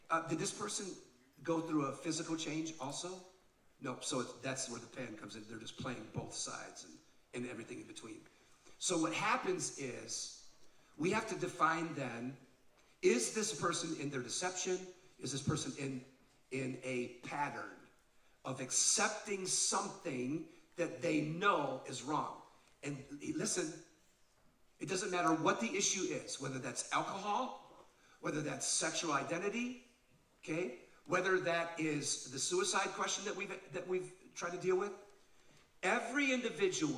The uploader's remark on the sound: Live Podcast From Oregon.